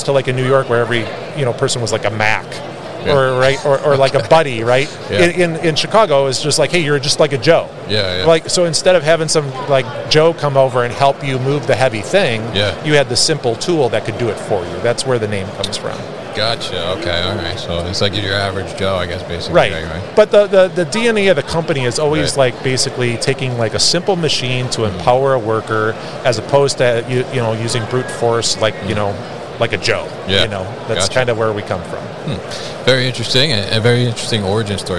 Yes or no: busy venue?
yes